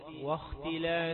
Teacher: واو رقيقة تبدأ في خاء مفخمة واختلاف لا تقل واخ يبقى إذا بدأت التفخيم من الواو والواو